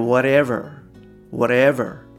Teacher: whatever の t 音ですねこれがいつものように、まあ、若干ラ行化しているとなので、えー、whatever, whatever のようになっていると。で、えー、is you の部分ですね。ここが、まあちょっと連結していて、is you, is you のようになっていると。あの、この番組でも、まあ時々お伝えしてるんですけれども、y の音っていうのは、もう前の単語が子音で終わると、えー、連結しやすいです。あの、これはですね、まあ y がその半母音っていうふうに言われている、理由でもあるのかなと思うんですけれども、えー、うじゅうとか、えー、くじゅうとか、はい、そういった感じで、えー、じゅっていう感じの音になりやすいと。で、あとはですね、えー